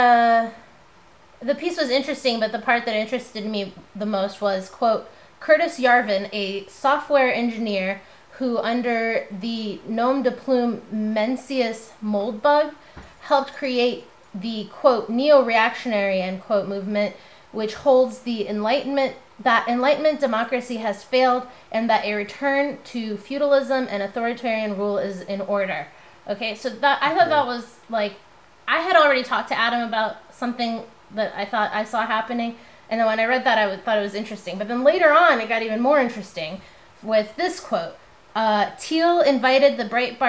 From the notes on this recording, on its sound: This week, we talk Alt-Right with the pleasant sounds of sautéing lunch in the background.